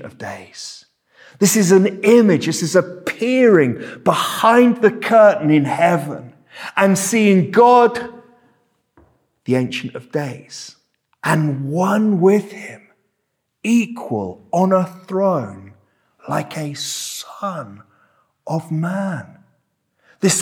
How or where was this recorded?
large echoing room